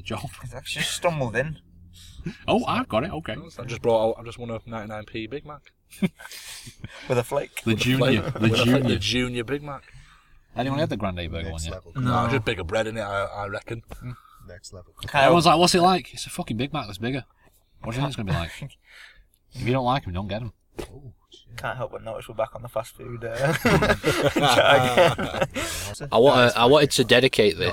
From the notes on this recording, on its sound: get together in the car once again